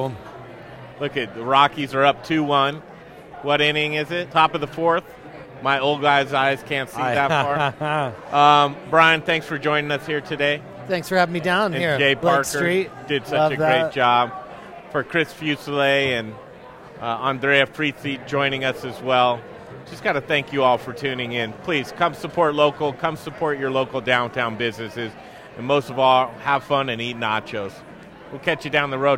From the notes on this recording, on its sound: Close you can hear the crack of the bat! Live at Blake St. Tavern for opening day! Close to Coors field you can hear the crack of the bat!